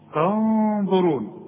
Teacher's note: بس الغنة هنا تفخم علشان الظه مفخمة